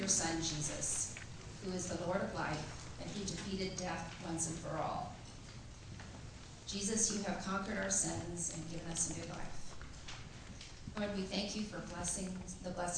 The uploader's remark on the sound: LJCC full Easter Service.